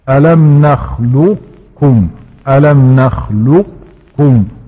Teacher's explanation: إدغام ناقص وهو أن تبقي صفة استعلاء القاف وتدغمها في الكاف